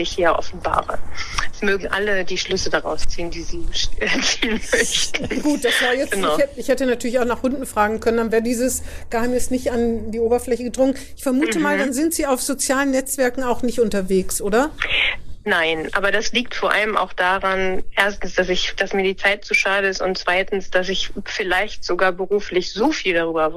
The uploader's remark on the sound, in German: "Hinten links im Kaiser Friedrich" findet coronabedingt wieder per Telefon-Schalte statt.